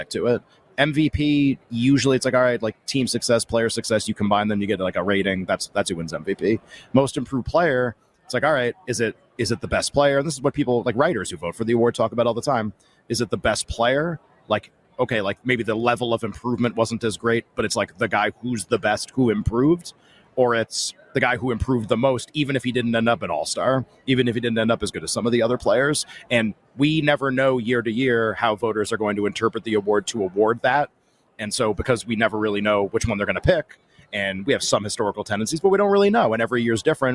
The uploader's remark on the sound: LIVE from Radio Row